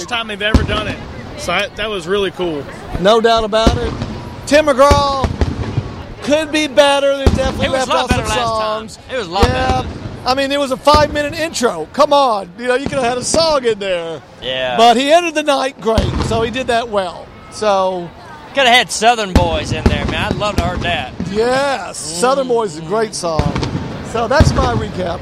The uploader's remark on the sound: The 2014 CMA Music Festival put another shot in the arm of the Nashville, TN economy. Enjoy the Thursday night stadium show coverage with plenty of live clips and fun with the attendees.